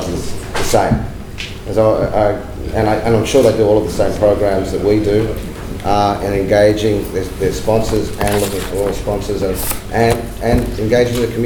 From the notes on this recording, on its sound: The Lowy Institute and the AFC Asian Cup 2015 Australia local organising committee hosted a one-day conference on 23 November 2012. This is a recording of Session 1: Trade and Investment.